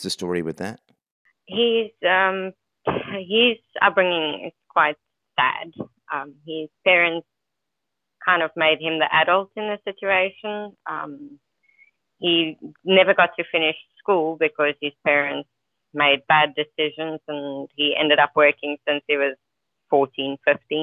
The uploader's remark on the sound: Freedomain Call